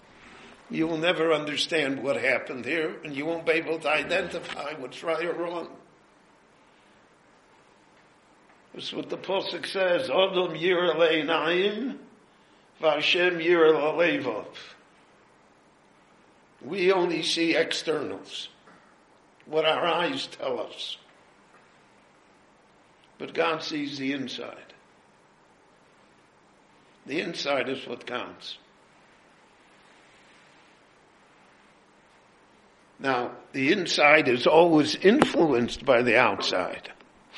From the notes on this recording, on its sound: His lecture was recorded live at Beit Knesset HaNassi in Jerusalem.